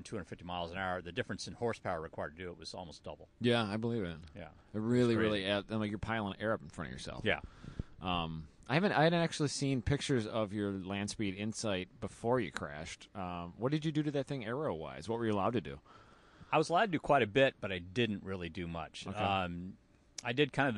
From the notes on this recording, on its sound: Live at West Michigan Honda Meet 16. It was a cloudy day in Michigan.